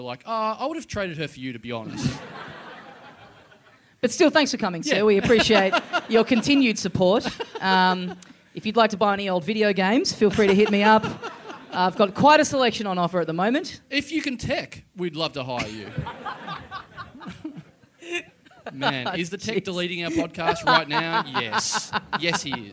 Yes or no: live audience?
yes